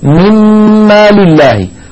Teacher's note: المثال الرابع والأخير في هذا القسم قوله تعالى مما لله وأنفقوا مما لله، فمما لهنا التقت نون ساكنة بعدها ميم فأدغمنا النون في الميم فصار النطق بميم مشددة، لذا لو فتحنا المصحف نجد بأن النون مجردة من السكون والميم التي بعدها عليها شدة وفتحة. · Term: إدغام كامل